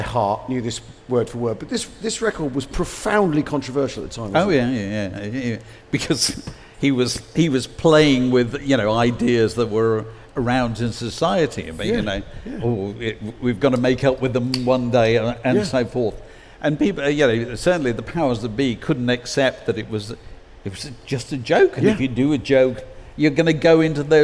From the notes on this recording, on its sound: Recorded at We Have Ways Fest 2023